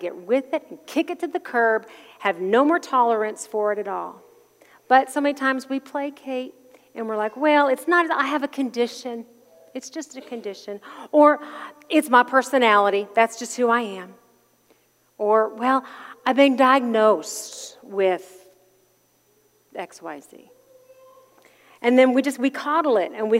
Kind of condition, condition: setting, large echoing room